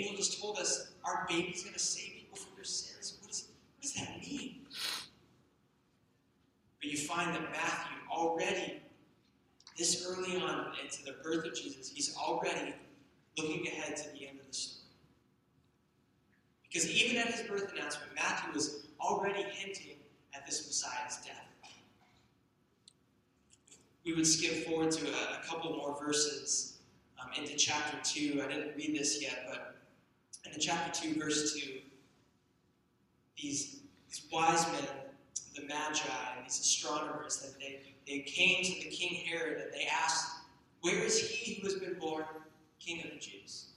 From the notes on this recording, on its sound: We apologize for the poor sound quality of this recording.